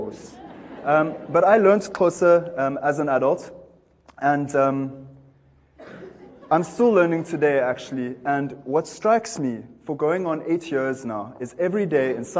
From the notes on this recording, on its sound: In this talk from TEDxCapeTownED 2012. By the end, his passionate talk has the TEDxCapeTownED audience on their feet, dancing in appreciate of this energetic and amusing talk.